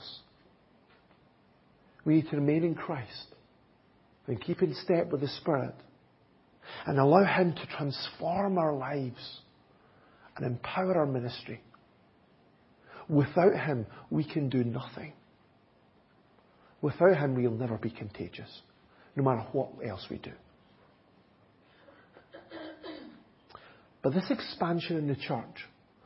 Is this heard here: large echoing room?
yes